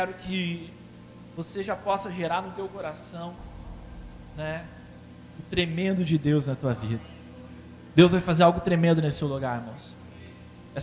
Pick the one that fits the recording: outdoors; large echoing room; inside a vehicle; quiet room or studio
large echoing room